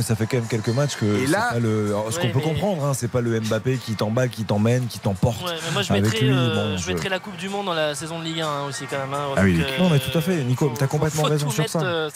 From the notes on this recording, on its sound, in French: en direct du Parc des Princes